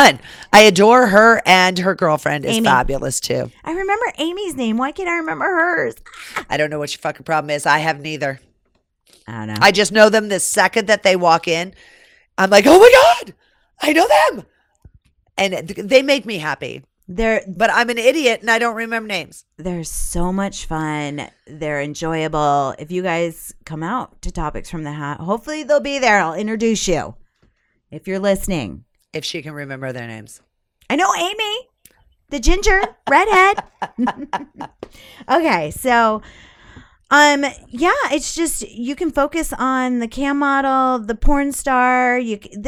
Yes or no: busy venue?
no